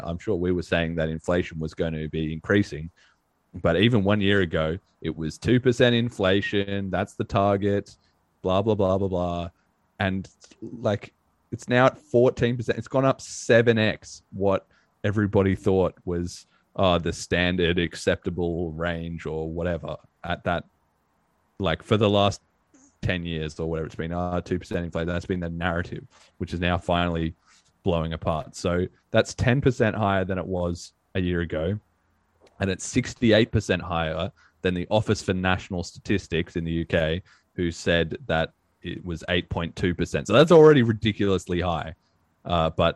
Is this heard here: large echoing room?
no